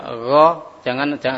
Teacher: gho ini adalah huruf jahr. Tidak boleh ada aliran nafas yang mengalir. · Term: ghain